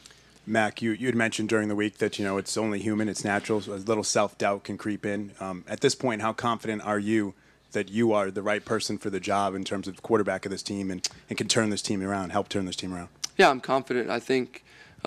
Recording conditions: busy venue